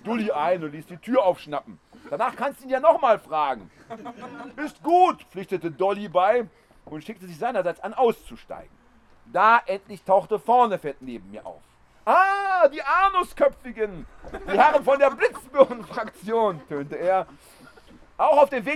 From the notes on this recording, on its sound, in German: Spontane Reaktionen auf Äußerungen aus dem Publikum. Holzrock Open Air. Während seiner Lesung im Zelt zog ein Gewitter auf.